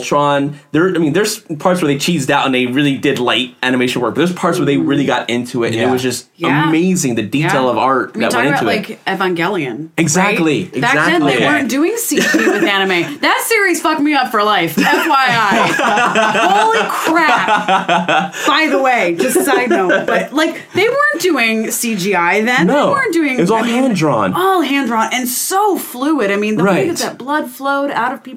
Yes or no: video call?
no